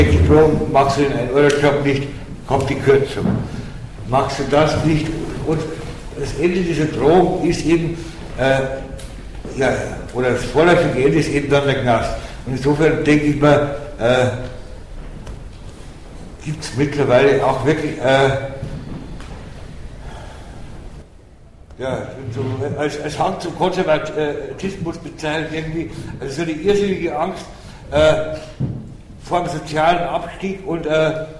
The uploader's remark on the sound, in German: Auf den A-tagen 09 (Hamburg). Bei diesem Beitrag handelt es sich um einen Mitschnitt des am 13.06.09 auf den A-Tagen stattgefundenen Workshops.